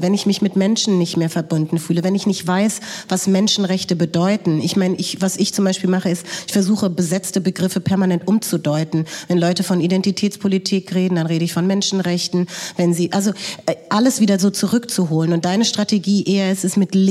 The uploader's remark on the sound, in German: (Live aus Hannover). Bei einem Live-Podcast im Rahmen des Universen Festivals im Staatstheater Hannover aufgezeichnet wurde. Ein besonderer Dank geht an das Schauspiel Hannover, das Trauer & Turnschuh im Rahmen der UNIVERSEN für die Live-Folge eingeladen hat.